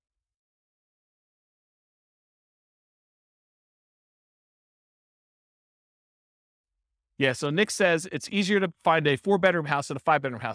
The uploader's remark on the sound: This was a live class recorded.